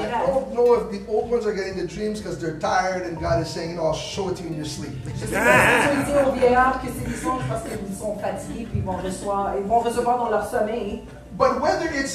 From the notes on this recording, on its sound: Sunday morning live at the Hub